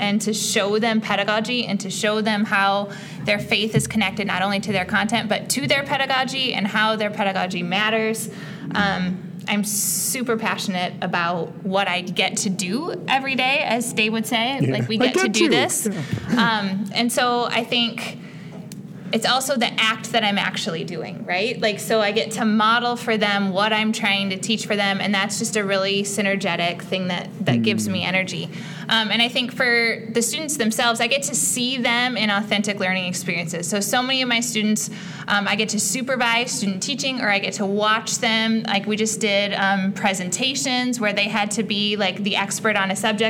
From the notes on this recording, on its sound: Recorded in front of a live audience at the Christian Educators’ Association Conference. We had the joy of recording a live episode at the Christian Educators’ Association Convention held in South Bend, Indiana in October 2023. It was great to connect with some fans of the show while we were there.